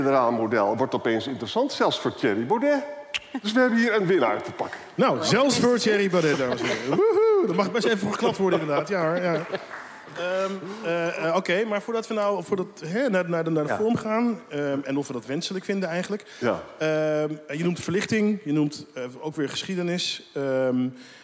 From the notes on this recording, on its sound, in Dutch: Live vanaf het nationale congres. Live vanaf het Volt Nederland congres in de Jaarbeurs Utrecht.